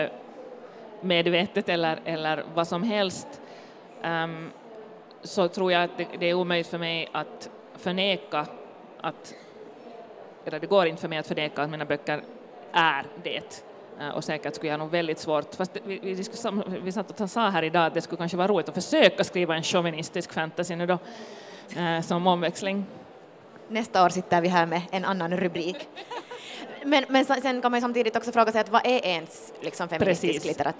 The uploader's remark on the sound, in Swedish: LIVE från Bokmässan i Helsingfors. Inför stor livepublik.